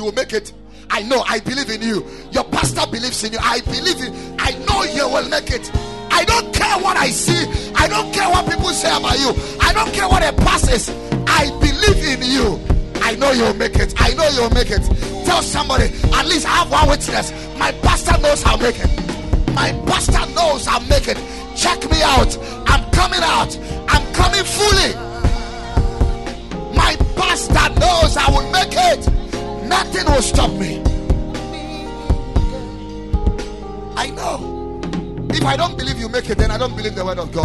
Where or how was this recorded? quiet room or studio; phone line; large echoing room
large echoing room